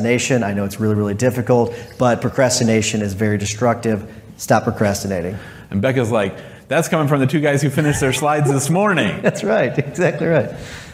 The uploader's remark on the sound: In this live podcast episode.